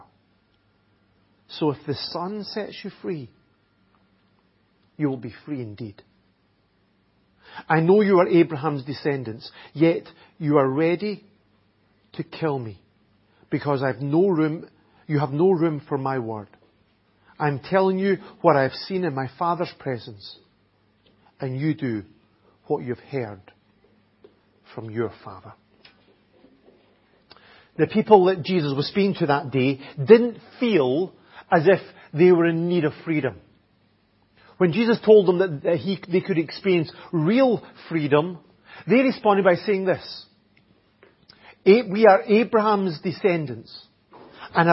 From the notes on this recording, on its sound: Audio recording of the Sunday morning Bible Teaching. At Enniscorthy Christian Fellowship, Enniscorthy, County Wexford, Ireland.